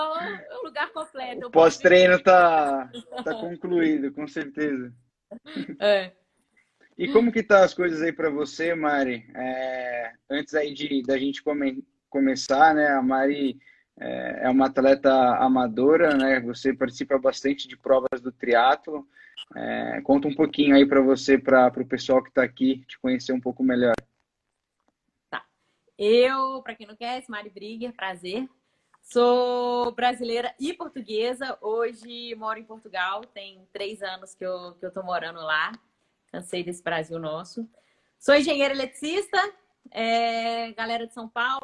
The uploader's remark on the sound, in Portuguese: em uma live, que rolou em nosso Instagram no dia 26/05 durante a quarentena